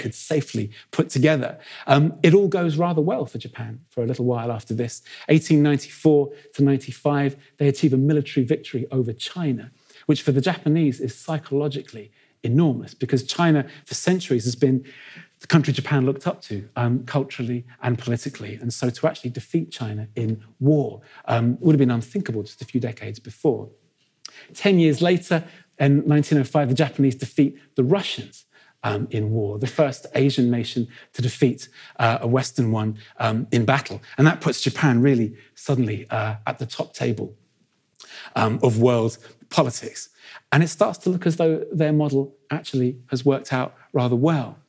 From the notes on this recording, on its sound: In a lecture he delivered at our 2019 Chester History Weekend